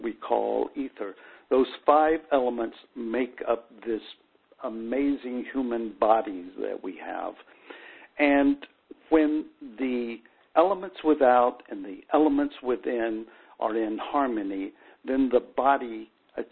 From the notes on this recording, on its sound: conference call